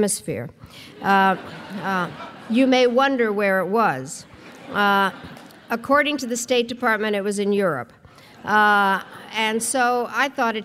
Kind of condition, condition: setting, live audience